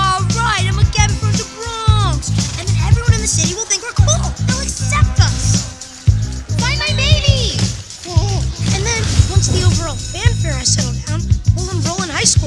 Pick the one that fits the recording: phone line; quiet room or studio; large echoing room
large echoing room